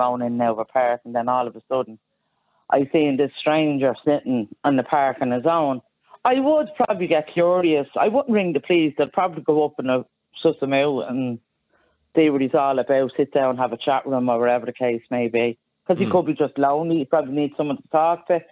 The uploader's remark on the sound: opens the phone lines, inviting a diverse range of opinions